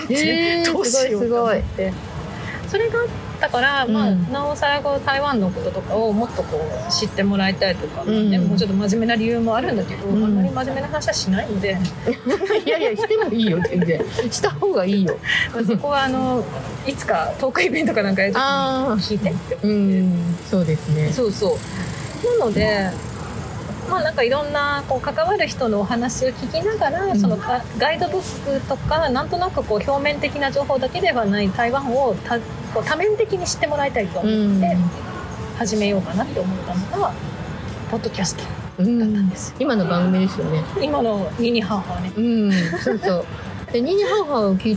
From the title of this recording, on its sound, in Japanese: 下北沢ポットキャスターによるマーケットイベントpodcast weekendにて収録